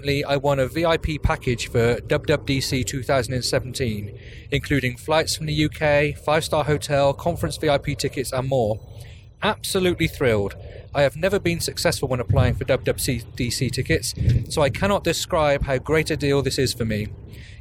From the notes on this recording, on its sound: Record a quick episode while driving from San Francisco to San Jose for WWDC.